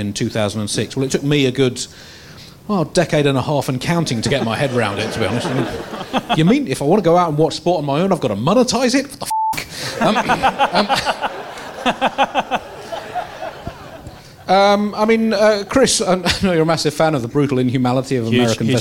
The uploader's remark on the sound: at the London Wonderground festival